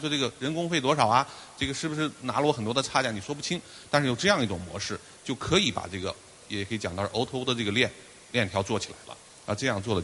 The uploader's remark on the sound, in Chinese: 中國股權投資大會錄音